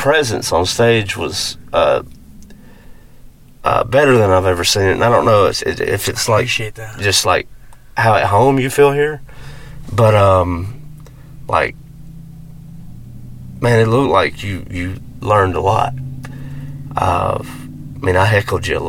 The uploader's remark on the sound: This episode was recorded in a car in the parking lot of Munson & Brothers.